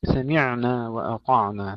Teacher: تسكين العين بدون قلقلة وإنما مع الرخاوة